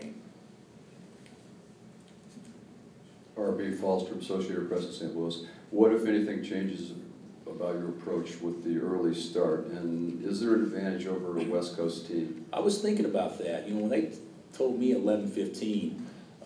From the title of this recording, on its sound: Press Conferences & Post-Game Interviews